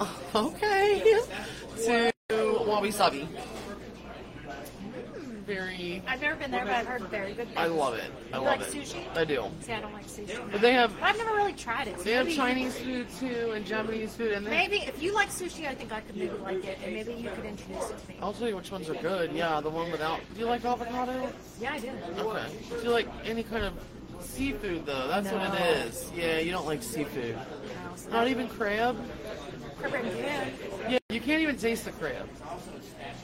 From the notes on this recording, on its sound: We are LIVE at The Globe in Covington, KY.